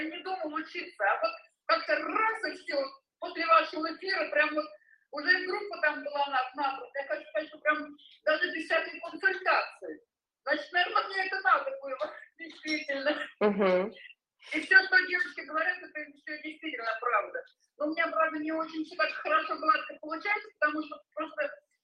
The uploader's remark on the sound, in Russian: Запись Вебинара от Академии сверхсознательного коучинга Omline. Запись Вебинара от Академии сверхсознательного коучинга Omline.